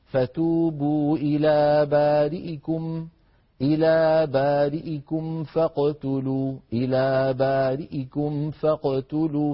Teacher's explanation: رواها الدوري عن أبي عمرو رحمه الله باختلاس كسرة الهمزة